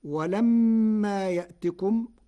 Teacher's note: قرأ ورش يأتكم بإبدال الهمز حرف مد تخفيفا وتسهيلا